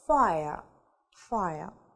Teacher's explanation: Это получается три звука в одном слоге сочетаются, да, и получаем ая, ая.